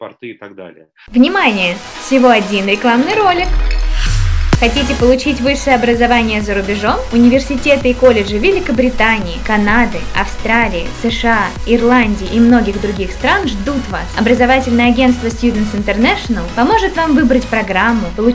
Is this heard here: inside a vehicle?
no